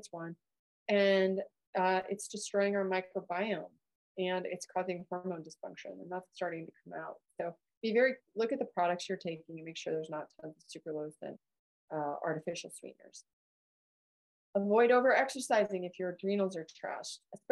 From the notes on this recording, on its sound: listen to a recording of our live Men's Health Webinar from May 2023